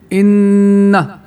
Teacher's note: صوت جميل له رنين يخرج من الخيشوم يعني الأنف، ولا عمل فيه للسان والحلق وغيرهما. · Term: غنة كاملة